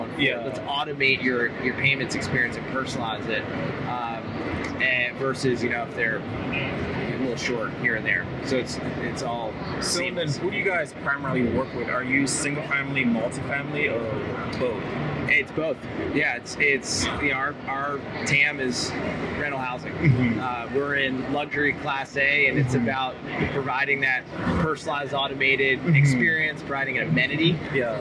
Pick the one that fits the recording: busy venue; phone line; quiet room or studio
busy venue